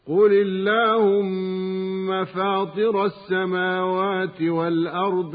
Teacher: لام اللهم يجب ترقيقها بسبب الكسر العارض للام قبلها من كلمة قل